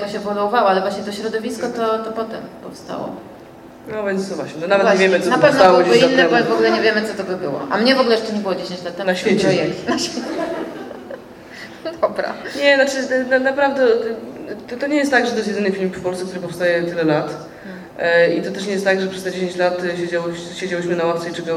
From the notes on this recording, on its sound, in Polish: Czwarty odcinek podcastu został nagrany 7 października w kinie Światowid, podczas pokazu specjalnego filmu "Nina".